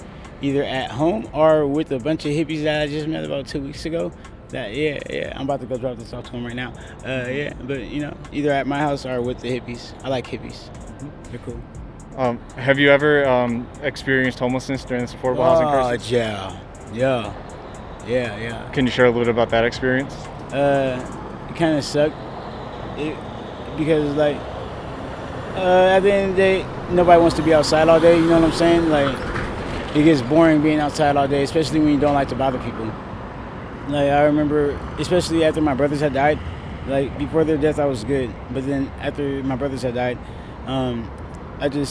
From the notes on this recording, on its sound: As part of our series of street audio postcards.